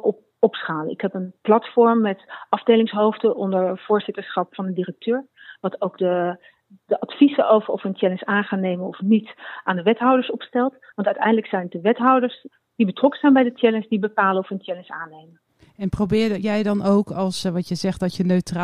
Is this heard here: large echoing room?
no